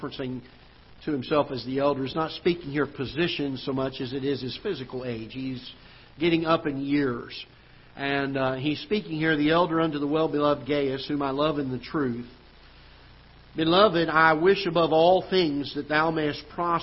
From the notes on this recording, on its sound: Ketha Heights Baptist Church ~ Live Broadcast.